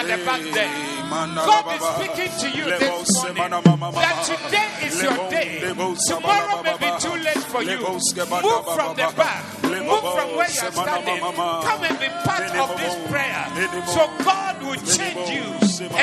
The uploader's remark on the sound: Preached at the Zeloo Service (The Way-Swollen Service)